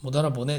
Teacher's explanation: シウのパッチムがあるんですけど、これは発音自体は t になるので、発音記号で言ったら t になる